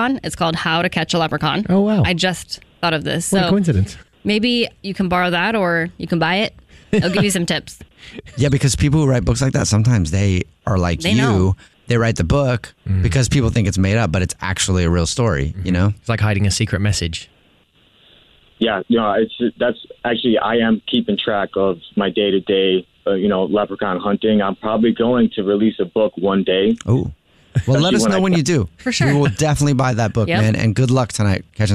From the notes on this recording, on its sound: The women on the phone